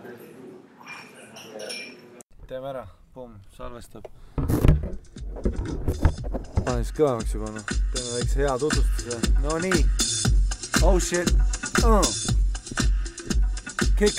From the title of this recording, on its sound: live from praamipealt